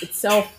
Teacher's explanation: itself has the stress, the prominent part on self